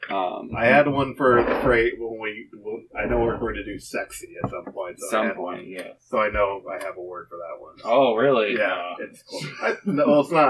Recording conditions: poor sound quality